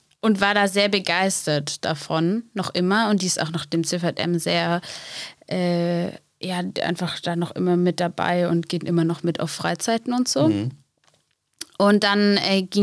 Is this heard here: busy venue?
no